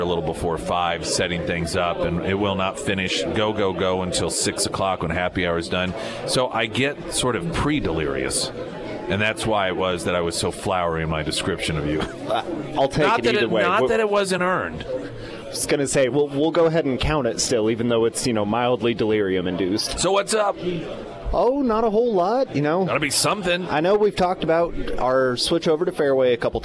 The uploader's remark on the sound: Live at Scramblers Diner for the Friday Road Show.